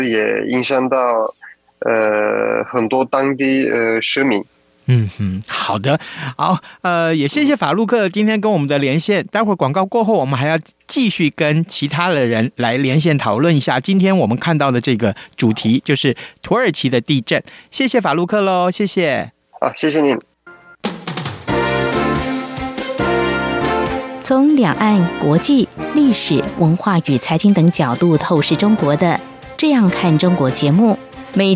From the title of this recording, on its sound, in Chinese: 土耳其現場連線